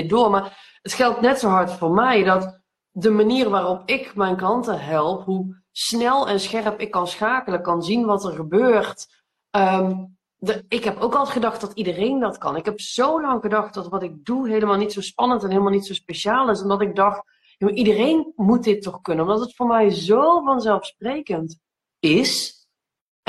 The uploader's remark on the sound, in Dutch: die gemaakt is van een live gesprek op Instagram